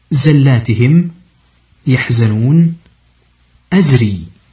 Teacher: مخرج حرف الزاي طرف اللسان فويق الثنايا السفلى